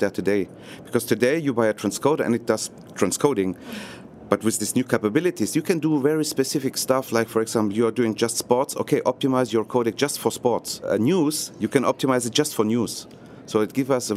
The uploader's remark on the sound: In this livecast from National Association of Broadcasters conference in Las Vegas